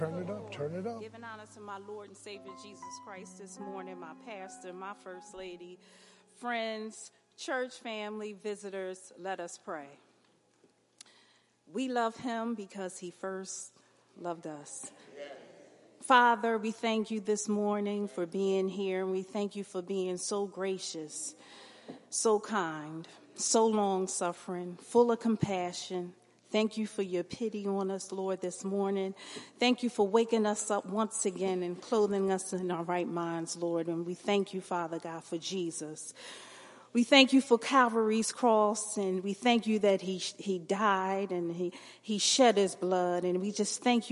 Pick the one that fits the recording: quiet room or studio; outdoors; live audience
live audience